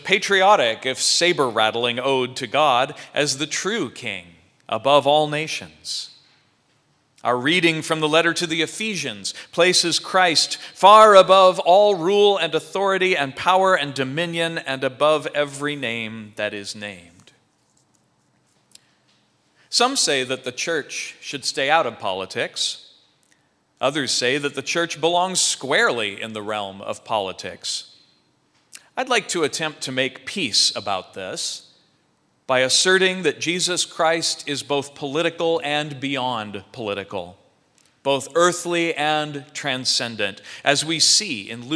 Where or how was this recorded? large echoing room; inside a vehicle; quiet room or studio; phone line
large echoing room